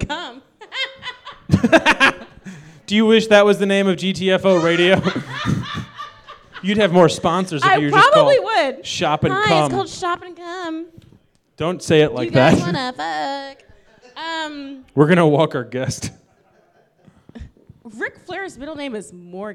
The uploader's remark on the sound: Live at The Wonderland Ballroom. The Wonderland Ballroom for venue Washington, D.C.